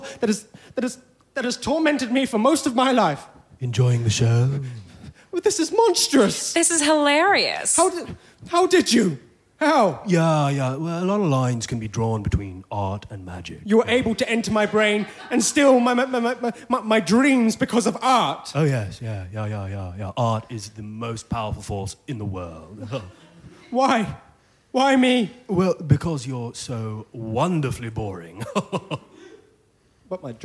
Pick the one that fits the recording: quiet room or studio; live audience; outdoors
live audience